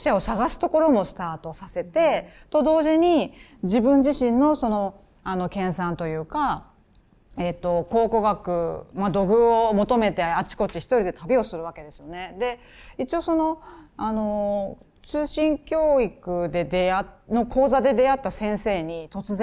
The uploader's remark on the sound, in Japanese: トークイベント「感性の飛び火」＠代官山 BESS MAGMA。暮らし文化の発信基地「BESS MAGMA」で行われた、トークイベントの様子をお届けします。